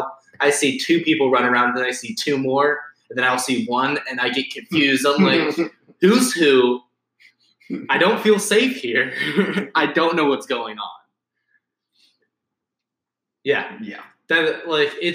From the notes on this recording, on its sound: sorry for poor sound quality